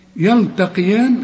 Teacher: القاف في اخر درجات التفخيم والياء اللي بعدها مرققه